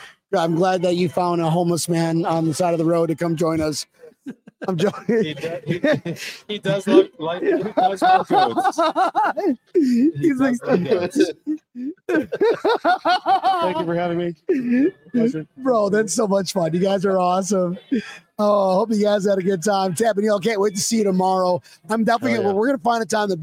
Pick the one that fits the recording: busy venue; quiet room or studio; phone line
busy venue